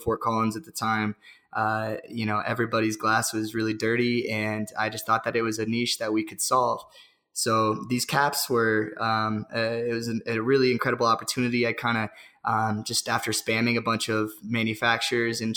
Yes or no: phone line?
no